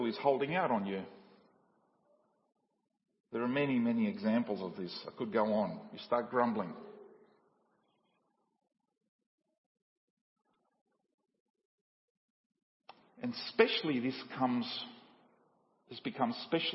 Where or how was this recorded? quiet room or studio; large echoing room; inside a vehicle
large echoing room